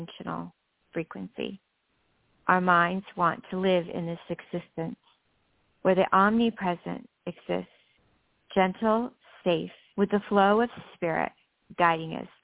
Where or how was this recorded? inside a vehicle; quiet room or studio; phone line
phone line